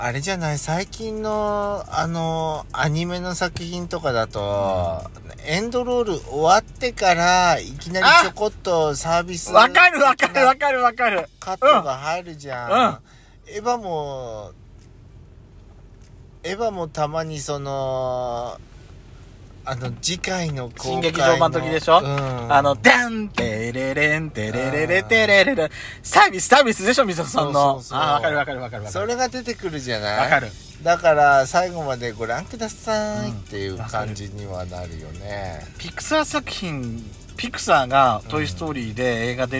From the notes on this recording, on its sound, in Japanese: パーキング収録。